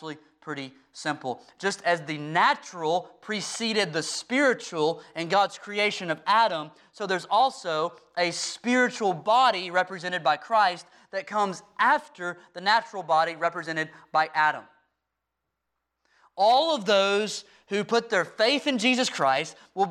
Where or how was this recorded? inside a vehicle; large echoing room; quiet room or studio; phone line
large echoing room